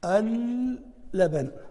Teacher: يحدث إدغام يعني بين اللامين